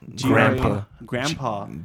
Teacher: So N-D turns into an M.